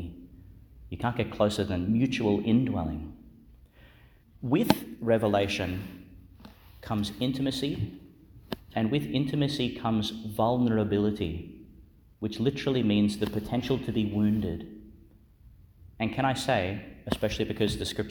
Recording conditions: large echoing room